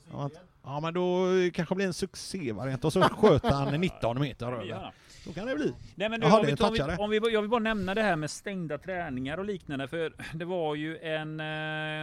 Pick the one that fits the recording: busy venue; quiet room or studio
busy venue